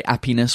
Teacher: Instead of saying happiness, a French person will say appiness · Term: the lack of H